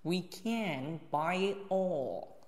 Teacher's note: 拉长 all 再加结尾一个 L 舌头向上顶上是内侧